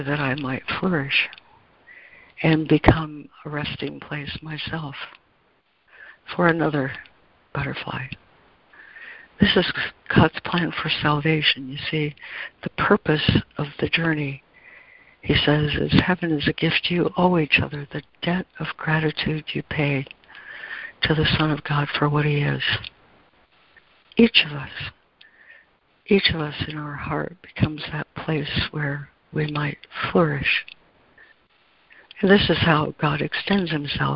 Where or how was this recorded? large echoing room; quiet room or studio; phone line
phone line